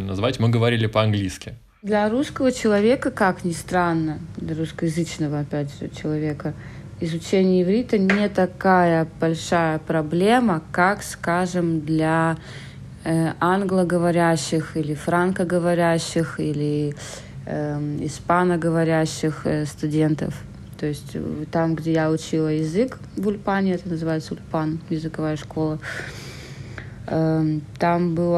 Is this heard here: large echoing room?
no